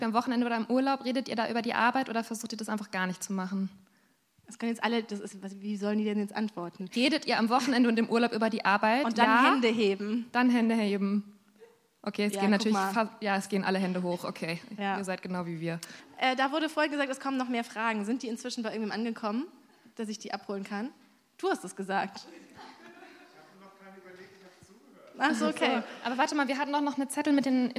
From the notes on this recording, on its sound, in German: Unser erster Live-Podcast aus dem Timberland Studio Berlin!